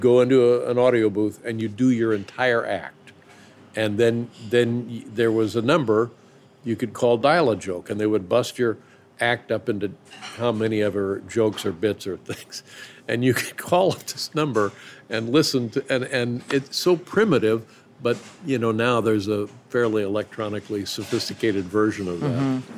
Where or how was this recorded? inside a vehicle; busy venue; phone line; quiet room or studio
busy venue